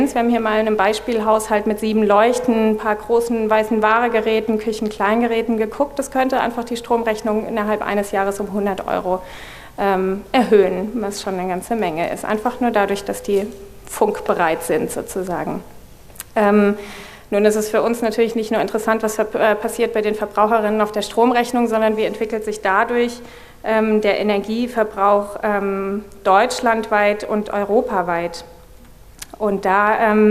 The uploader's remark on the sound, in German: wollen wir gemeinsam mit dem Publikum diskutieren